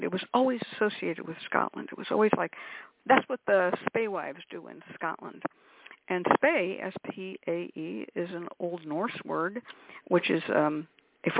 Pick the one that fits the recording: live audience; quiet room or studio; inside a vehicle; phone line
phone line